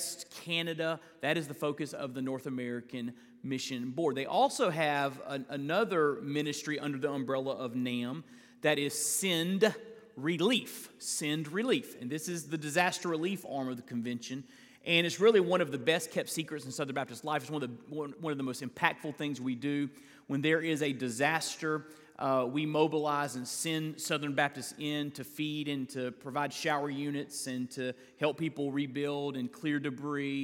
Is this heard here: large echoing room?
yes